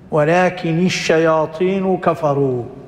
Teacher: تخفيف لكن للتخلص من التقاء الساكنين، النون تصبح مكسورة